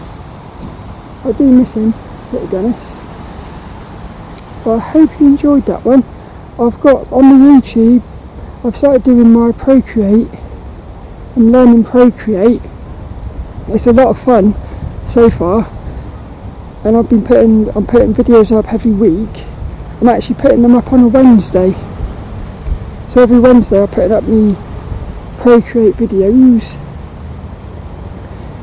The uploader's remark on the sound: This walk and talk was recorded in the rain. Hope you enjoy this lil walk and talk around the local park.